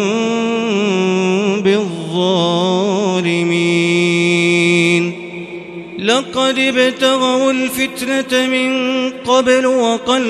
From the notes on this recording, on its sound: This is Live Recitation from Masjid ul-Haram in Al-Makkah Al-Mukarramah, 1440 H./2019 A.D.